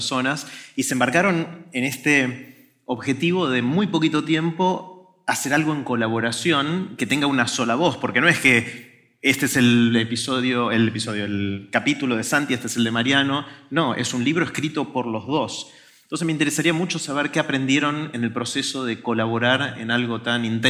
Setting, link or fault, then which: setting, live audience